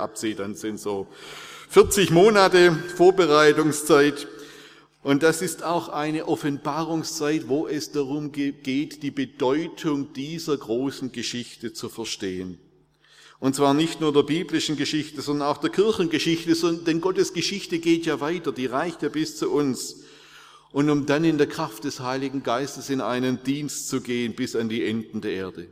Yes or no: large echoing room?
yes